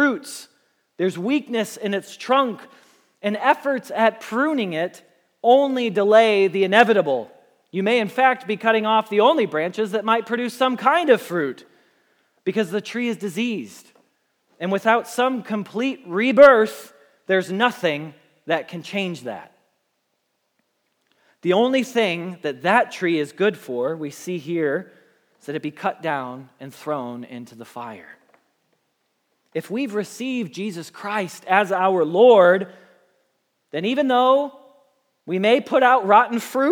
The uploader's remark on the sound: Message Preached at Valley Creek Church